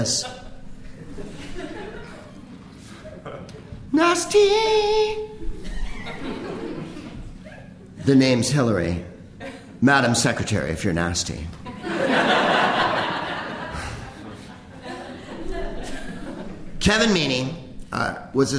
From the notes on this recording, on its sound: Live from The Upfront Theatre in Bellingham